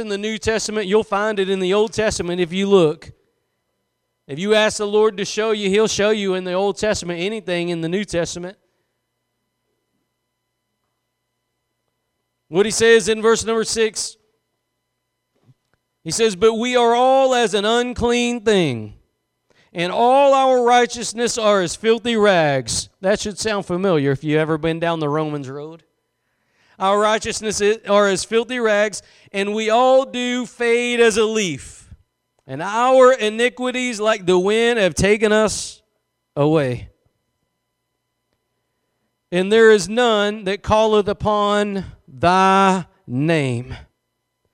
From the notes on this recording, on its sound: Preached at Gospel Lighthouse in Bossier City, La.